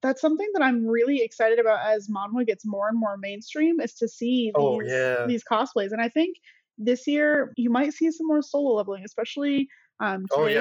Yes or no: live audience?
no